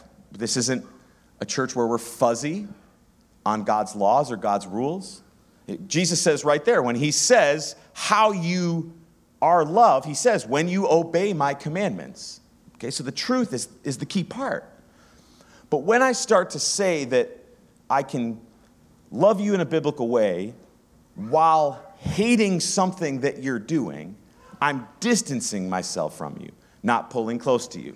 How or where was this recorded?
live audience